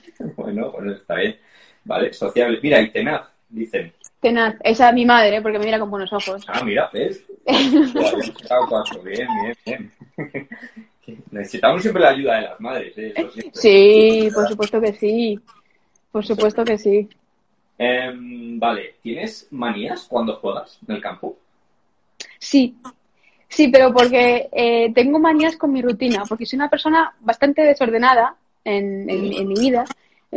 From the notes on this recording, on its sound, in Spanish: en Instagram Live el 11 de amyo de 2020